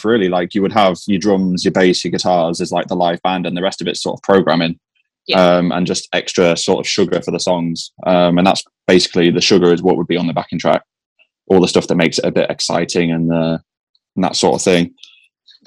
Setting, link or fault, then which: link, video call